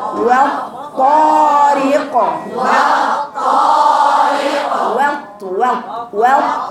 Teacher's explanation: لازم تعملي الإطباق، وإلا لو ما عملتيش الإطباق هتبقى قراءتك للتاء للطاء تاء مفخمة